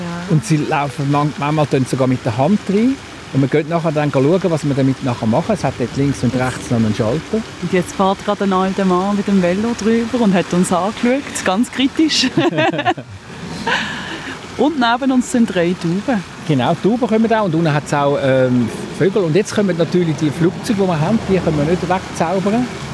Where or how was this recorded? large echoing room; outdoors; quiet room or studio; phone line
outdoors